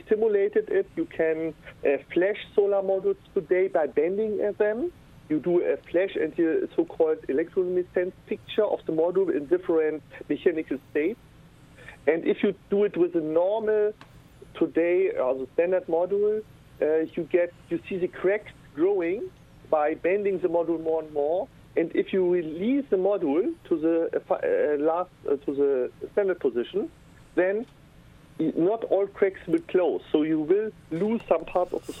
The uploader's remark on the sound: special call in guest